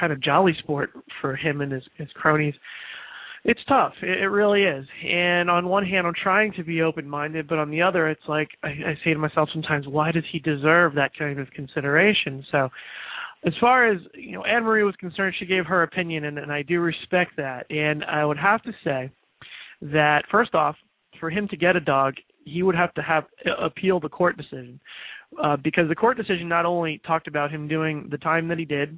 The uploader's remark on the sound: open up the lines throughout this final broadcast